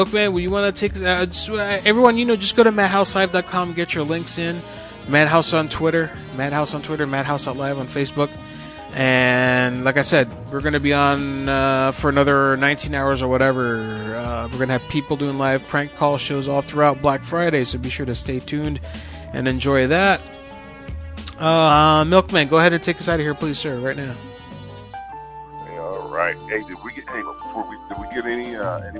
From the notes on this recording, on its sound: live prank call shows